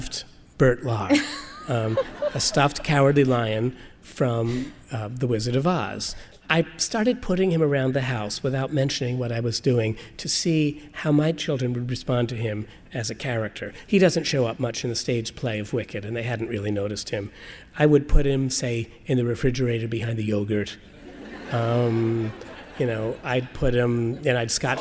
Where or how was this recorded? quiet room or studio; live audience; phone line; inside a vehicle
live audience